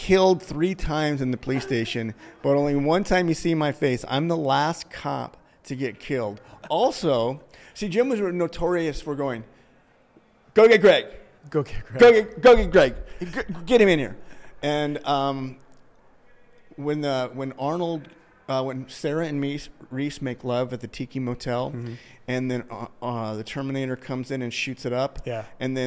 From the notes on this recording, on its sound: LIVE FROM THE CASTING BUFFALO ACTOR EXPO 2023